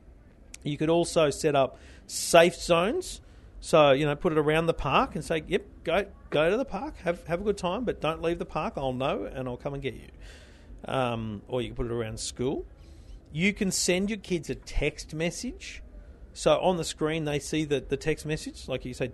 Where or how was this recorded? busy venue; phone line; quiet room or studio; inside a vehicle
busy venue